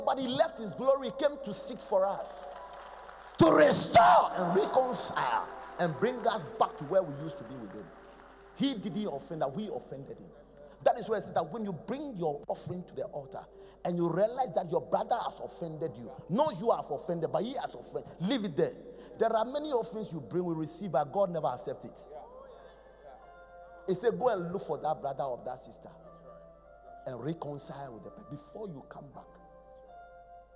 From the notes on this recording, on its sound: Preached at The Qodesh